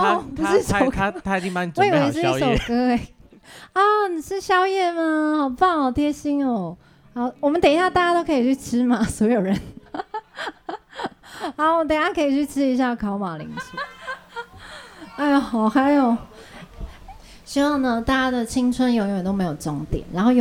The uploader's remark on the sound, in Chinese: 本集為台東場現場收音錄製，在大大的舞台上與大家隔空對話，是至今收錄了最多觀眾聲音的一集。謝謝鐵花村熱情的觀眾們無私推薦。專屬台9線南迴路段的海浪與大石頭。依依不捨的離別火車站聲景。